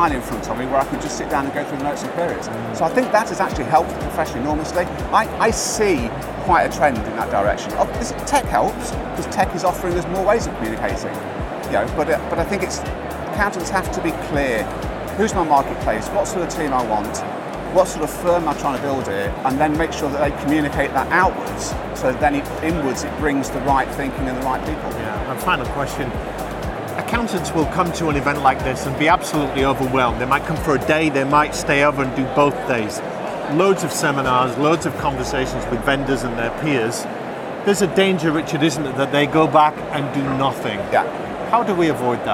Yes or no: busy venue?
yes